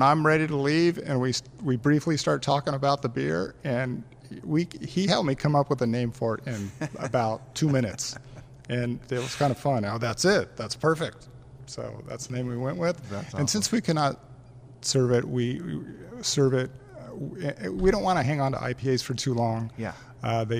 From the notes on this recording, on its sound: live at Timeless Pints